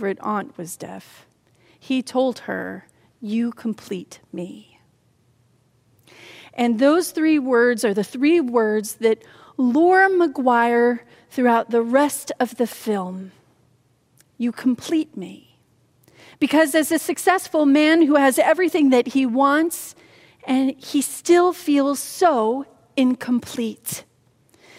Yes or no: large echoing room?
yes